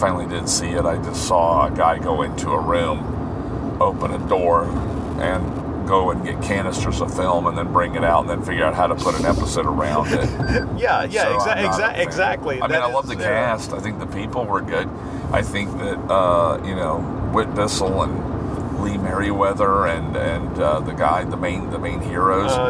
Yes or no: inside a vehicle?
yes